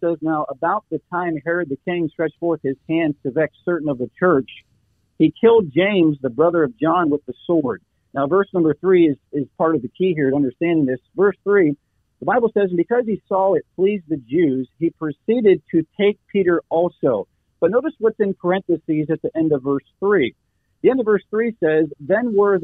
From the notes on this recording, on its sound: By way of phone.